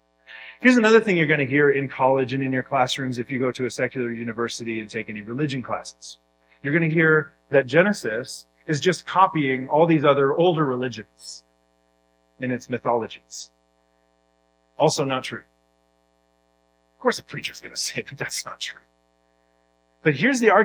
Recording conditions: poor sound quality